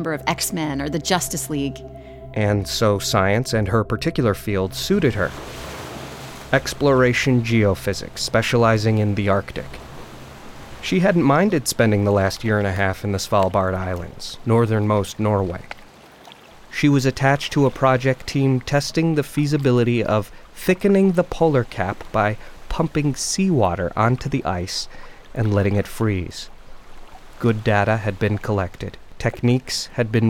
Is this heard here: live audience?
no